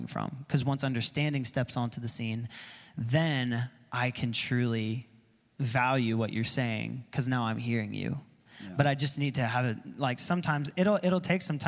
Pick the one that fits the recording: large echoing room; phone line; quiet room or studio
large echoing room